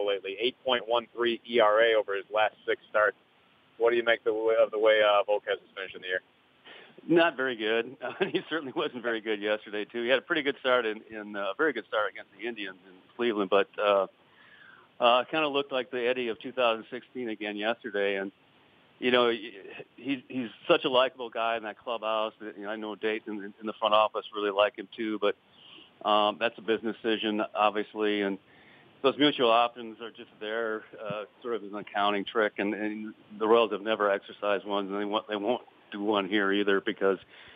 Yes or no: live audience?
no